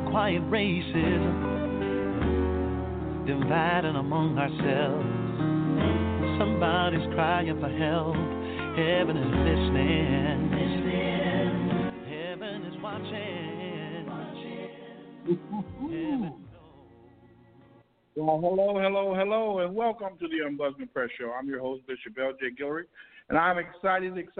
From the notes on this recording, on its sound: Tonight Live from California Lock Down. Live-callers.